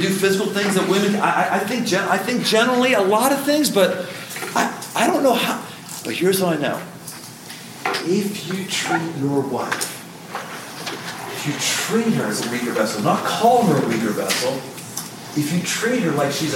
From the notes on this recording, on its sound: Live in Rock Valley, Iowa. Recorded live.